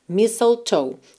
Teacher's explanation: mais uma palavra que a gente não vai pronunciar a letra T